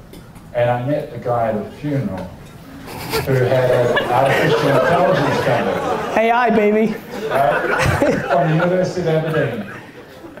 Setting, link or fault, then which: setting, live audience